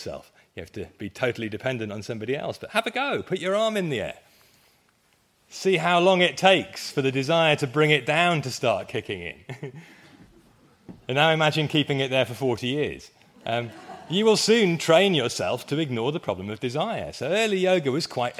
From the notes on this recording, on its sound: It was part of a conference at the University of Wales, hosted jointly with the College of Medicine. I went first and set the scene with a very brief history of medical yoga, which got quite lively in both the delivery and the Q&A afterwards (included in this episode).